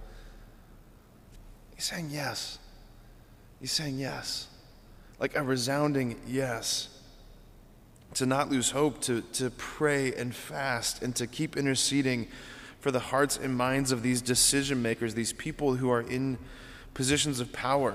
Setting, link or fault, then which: setting, large echoing room